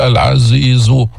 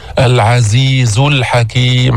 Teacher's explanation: نبهنا مرارا وتكرارا أن الزاي ليس فيها استعلاء، ما ترفع اللسان عند الزاي · Shown in: second take · ما تقول العزيز، العزيز الحكيم، حرف مستفل مجهور، نعم فيه صفير، نعم بس هو مستفل منفتح، ما في إطباق، ما في استعلاء.